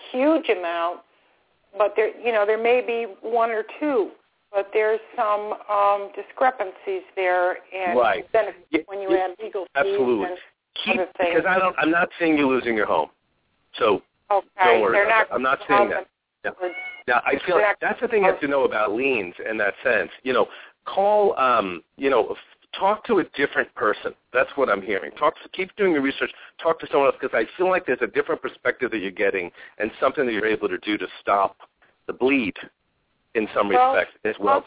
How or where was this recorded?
phone line